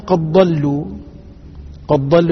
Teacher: قد ضلوا الدال مع الضاد أيضا مدغمة في باب الإدغام